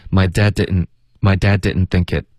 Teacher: 他用了一个喉音停顿，然后直接连到 thinkit。